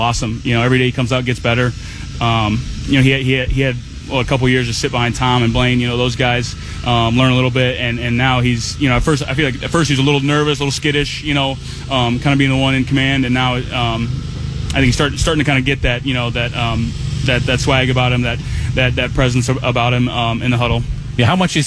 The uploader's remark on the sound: live at Training Camp on Friday morning